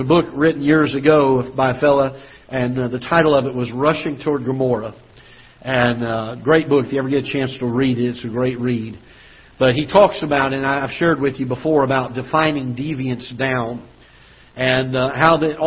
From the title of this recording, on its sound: Ketha Heights Baptist Church ~ Live Broadcast